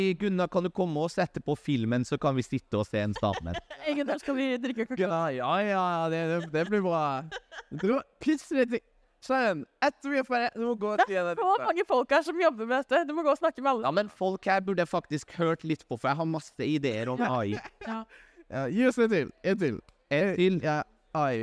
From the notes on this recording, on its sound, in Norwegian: Vi har hatt livepodkast på selveste "Techpoint". Hvis du synes lyden er rar er det fordi vi sitter på en scene med publikum!